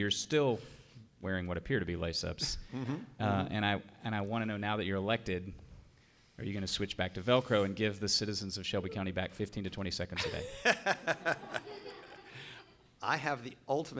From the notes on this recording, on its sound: Recorded live in front of an audience of Just City supporters at Crosstown Concourse.